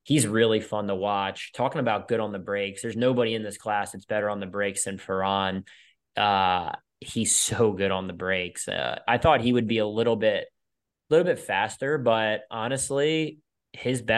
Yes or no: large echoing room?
no